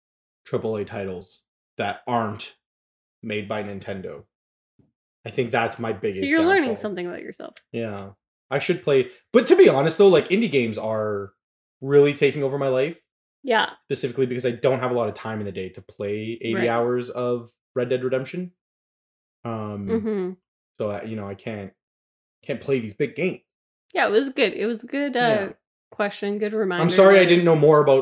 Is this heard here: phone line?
no